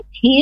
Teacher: hi dari tenggorokan pangkal